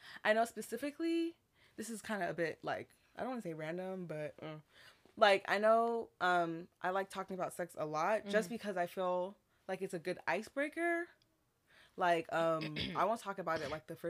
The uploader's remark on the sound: We apologize for the low sound on this episode we are still trying to get used to the mics.